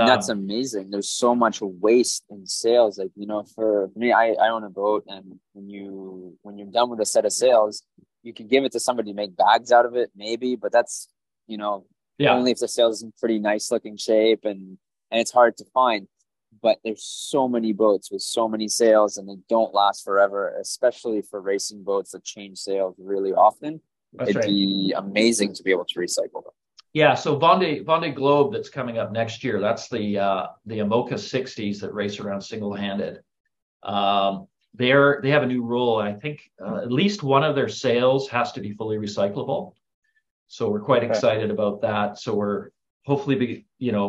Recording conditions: video call